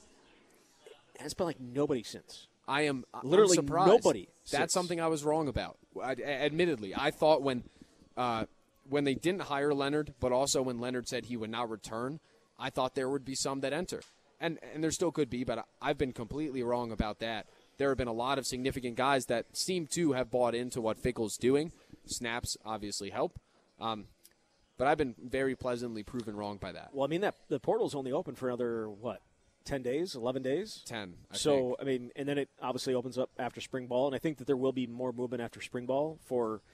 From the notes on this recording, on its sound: live at Monk's in Sun Prairie